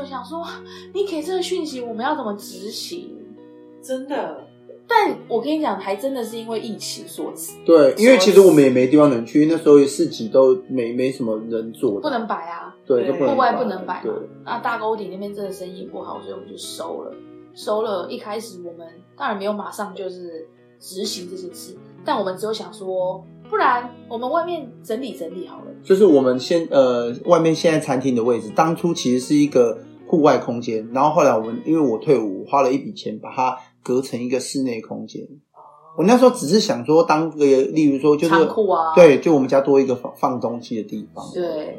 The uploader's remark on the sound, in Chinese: 由於設備不足收音狀況欠佳